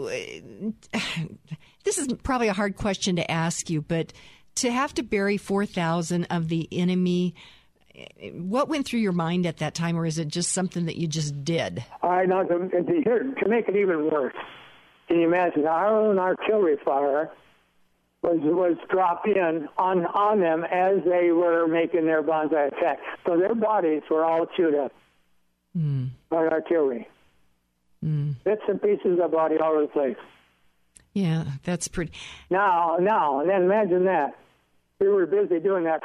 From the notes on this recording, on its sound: by phone